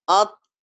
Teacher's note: مخرج الطاء والدال والتاء دخلنا دلوقتي في الحروف ايه النطعيه طيب مخرج هذه الحروف ما بين ظهر اللسان العريض واصل السنيتين العلويتين او العليتين وتوصف هذه الحروف في علم الاصوات بانها اسنانيه لثويه